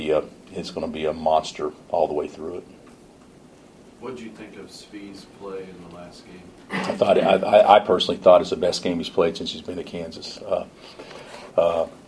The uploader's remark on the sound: Press Conferences & Post-Game Interviews